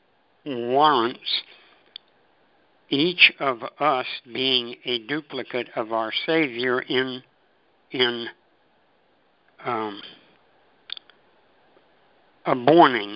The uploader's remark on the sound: ACIM Daily TEXT Conference Call